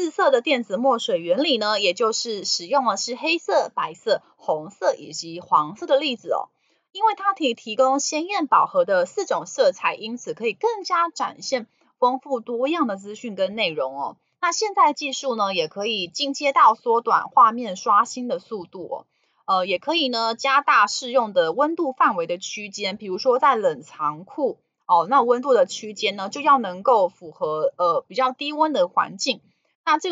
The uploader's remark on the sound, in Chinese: 本集有些許雜音，已亟力避免，如有察覺請多多包涵